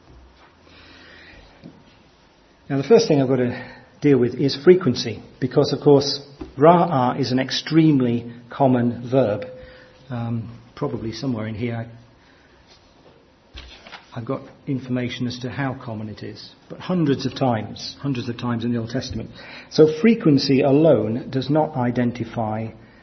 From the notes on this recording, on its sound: from our 2014 conference